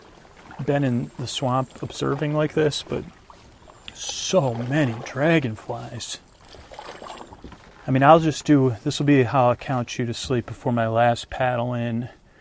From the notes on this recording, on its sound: On Location in a Kayak. A real ride in a Kayak, it has been edited but it is a on location show.